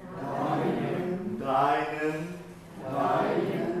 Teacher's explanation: これ語尾の M を必ず鳴らしてください